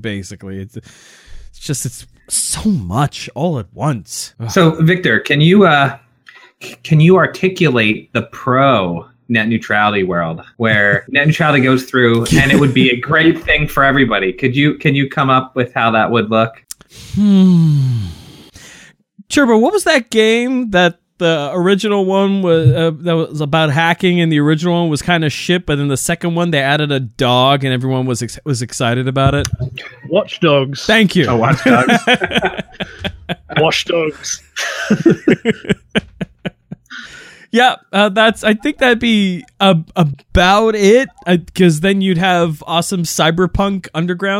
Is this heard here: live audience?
no